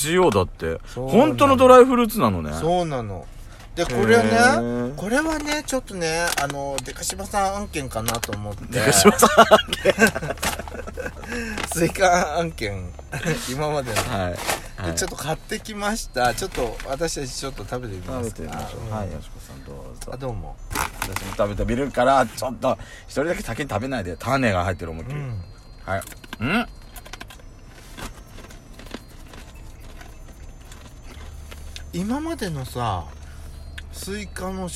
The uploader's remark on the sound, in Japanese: パーキング収録